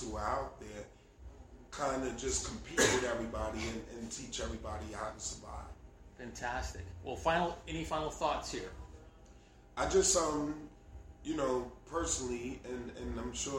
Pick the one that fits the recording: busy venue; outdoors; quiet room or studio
busy venue